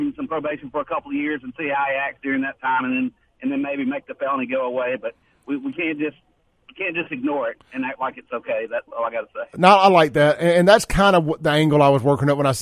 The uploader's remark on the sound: One of the arrested students mothers was listening to the show this morning and called in to give her thoughts on the matter.